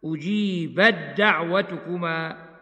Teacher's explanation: ست واجبة الإضغام، وهي التاء في الدال بعدها